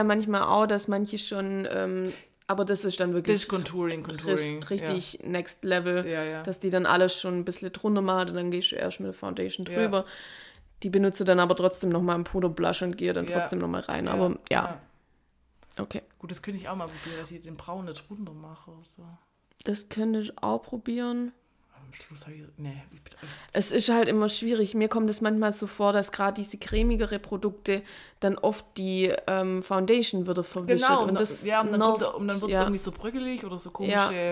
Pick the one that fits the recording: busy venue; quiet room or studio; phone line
quiet room or studio